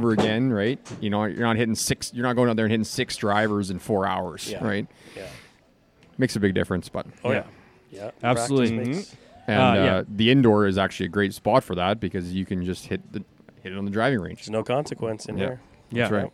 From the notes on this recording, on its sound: we are live from the First Tee Indoor Golf Centre in Regina